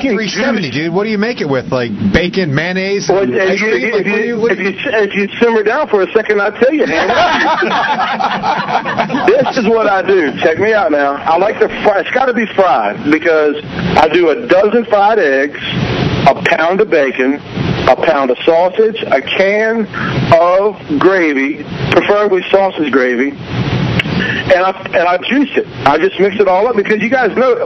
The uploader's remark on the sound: Unfortunately, there were some audio issue, so this recording is shorter than the scheduled 2 hours.